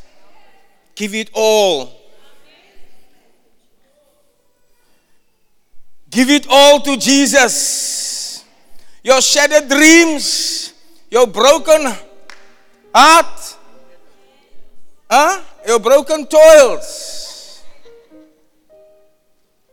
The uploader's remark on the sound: Preached at the Zion Sanctuary, Cape Town